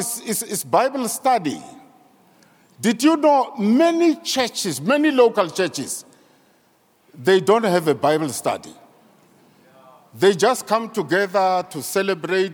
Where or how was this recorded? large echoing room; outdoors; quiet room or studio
large echoing room